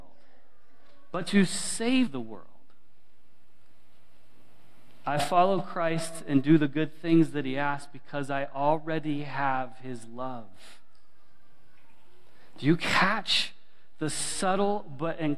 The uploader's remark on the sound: This recording captures a sermon delivered live at Willow Creek Baptist Church in Midhurst, Ontario, near Barrie.